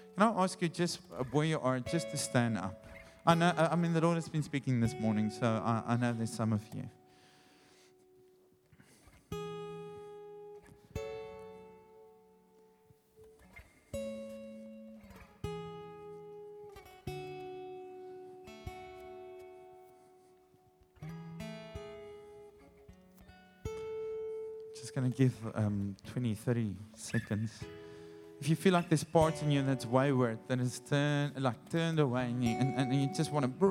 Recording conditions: large echoing room